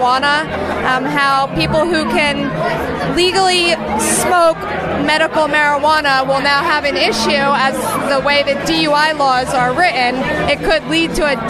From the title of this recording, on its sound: LIVE from the Launch Party of Issue No 5